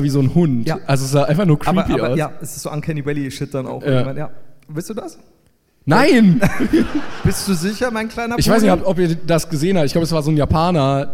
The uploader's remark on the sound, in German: LIVE in Wien